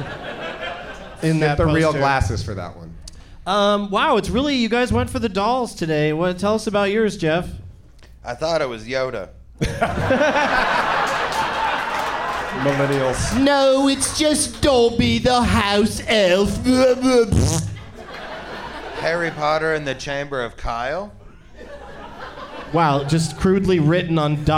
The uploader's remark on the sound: Live from the Funny Bone in Columbus, OH